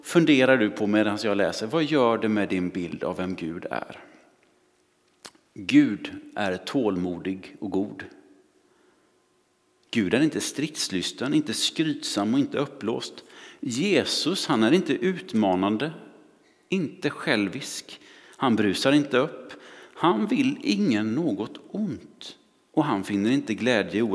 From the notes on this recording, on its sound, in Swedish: Inspelning från Immanuelskyrkan Skövde.